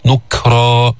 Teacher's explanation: جيب الشدة في الكاف بعدين الهمس